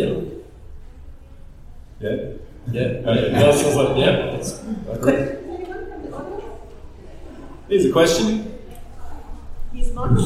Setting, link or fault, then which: setting, live audience